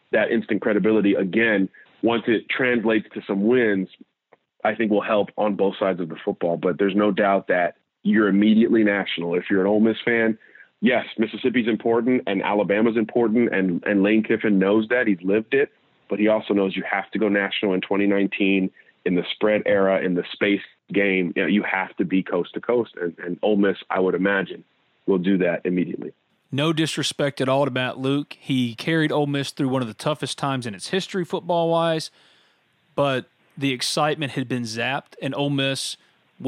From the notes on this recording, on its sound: calls into the Modern Woodmen phone line